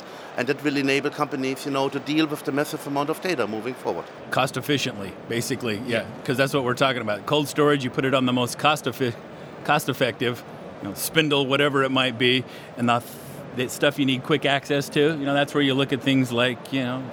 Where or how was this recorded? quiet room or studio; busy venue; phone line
busy venue